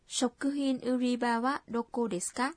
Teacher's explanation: Đây là một câu hỏi, vì vậy khi nói phải lên giọng